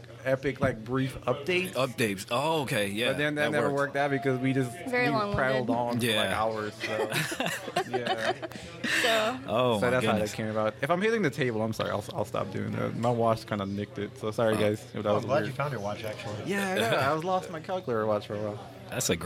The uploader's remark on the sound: maybe it was more of a podmash at THE BEST comic and games store around - The Battlegrounds Games and Comics in Dalton, GA!